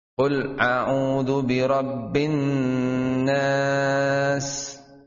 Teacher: dengan gunnah dibaca dengung ditahan, karena tasjid di situ termasuk apa, nun mati ketemu nun, sehingga digunahkan qul a'udzu birabbin nas.